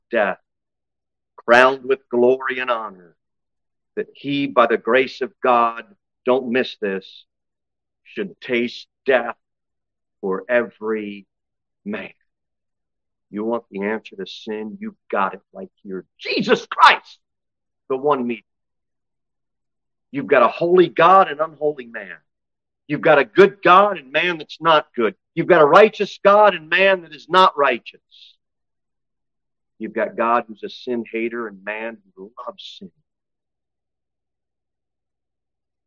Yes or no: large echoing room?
yes